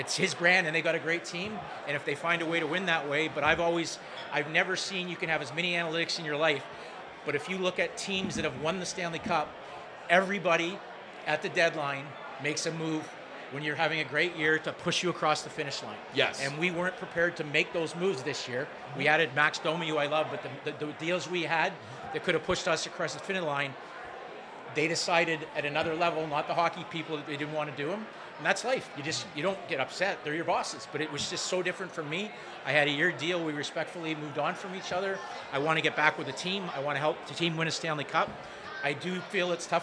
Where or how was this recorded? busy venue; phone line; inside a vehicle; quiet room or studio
busy venue